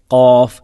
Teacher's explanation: നാവിൻ്റെ അങ്ങേയറ്റം മുകളിൽ നിന്ന് പുറത്തു വരുന്നത് ഒരേ ഒരക്ഷരമാണ്, അതാണ് ഖാഫ്. ഖാഫ് അത് പറയുമ്പോൾ തന്നെ അതിൻ്റെ ഉച്ചാരണം നമ്മൾ ശ്രദ്ധിക്കുക.